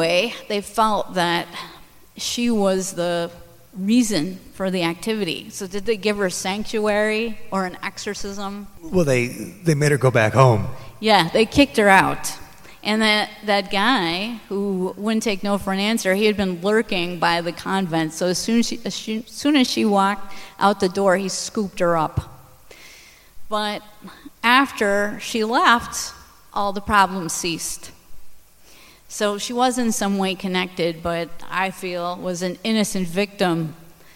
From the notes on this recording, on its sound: Live from the Milwaukee Paranormal Conference. Recorded live at the Irish Cultural and Heritage Center in downtown Milwaukee.